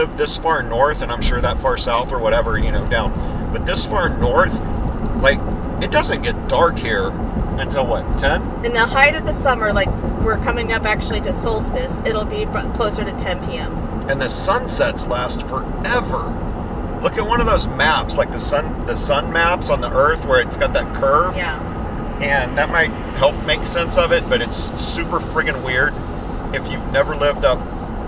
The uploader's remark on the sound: Driving Oregon to Montana on a shitty road.